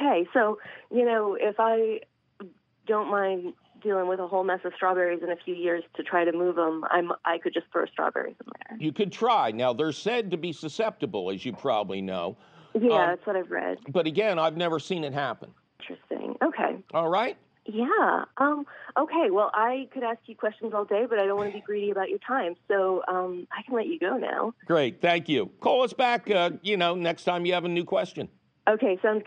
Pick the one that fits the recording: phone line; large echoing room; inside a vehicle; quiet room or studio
phone line